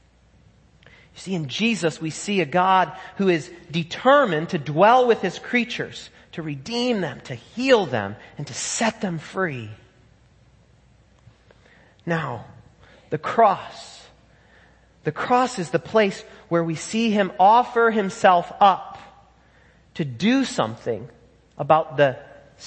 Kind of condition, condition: setting, large echoing room